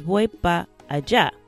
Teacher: But for now, it's important just to note that the word para, in this case, is actually shortened. So the R and the A at the end are cut off in spoken Spanish in this case. So, para just becomes pa.